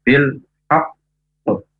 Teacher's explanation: kalau huruf qalqalah ada tasdidnya itu qalqalahnya tidak langsung mantul ya, tetapi ditahan dulu untuk menjaga tasdidnya supaya tidak hilang.